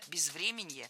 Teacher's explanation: Безвременье, неверно, правильно, безвременье. Ударение в этом слове падает на корень врем.